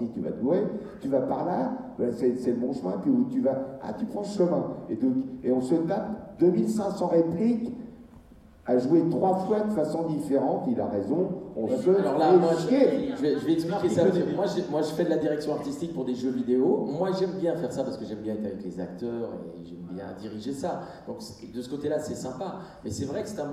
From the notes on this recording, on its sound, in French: Conférence TGS Springbreak 2017. Le panel des acteurs dont on connait plus la voix que le visage.